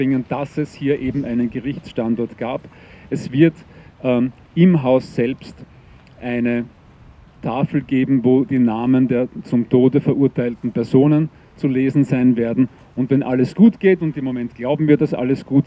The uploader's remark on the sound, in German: O-Ton] Nie wieder Gleichschritt – Deserteursgedenken am 26. Oktober 2023 im Wiener Donaupark